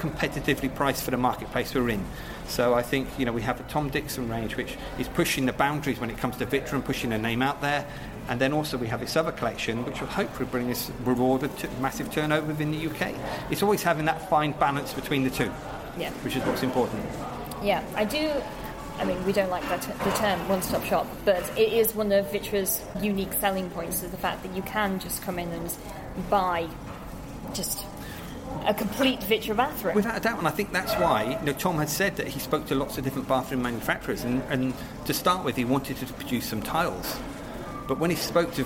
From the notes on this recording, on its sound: This episode is coming to you live(ish) from Clerkenwell Design Week. As she runs in and out of the bathroom showrooms in Clerkenwell, London.